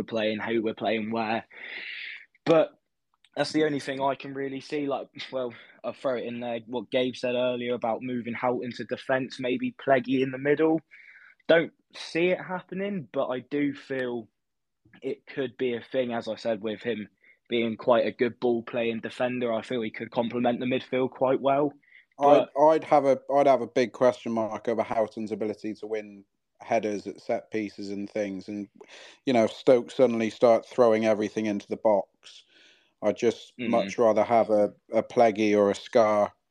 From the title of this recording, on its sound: Twitter Space Reaction